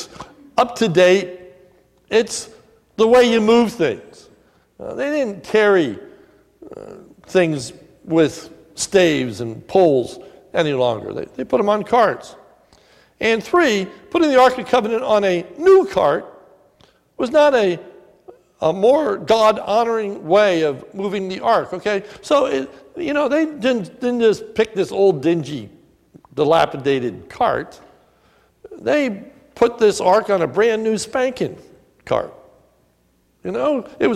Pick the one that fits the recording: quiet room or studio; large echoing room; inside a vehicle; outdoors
large echoing room